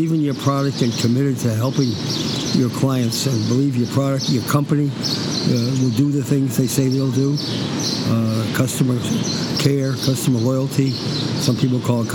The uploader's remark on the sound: recording this interview outside with lots of surrounding noise